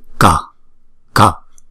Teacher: Chữ K rồi đọc cái hơi nó mạnh ra một chút, K, K.